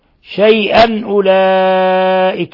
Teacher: تنوين فتح جاء بعده الهمز، الحكم التجويد إظهار حلقي، ثم مد متصل في لفظ أولئك، مد من 4 إلى 5 حركات.